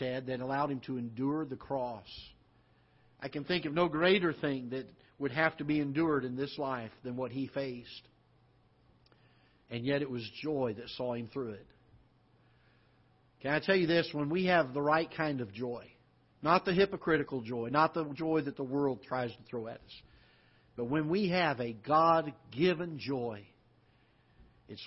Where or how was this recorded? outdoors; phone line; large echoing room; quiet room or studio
large echoing room